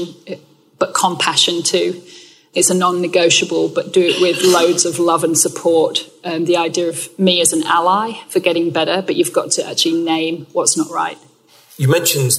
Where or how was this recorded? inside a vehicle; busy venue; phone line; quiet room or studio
busy venue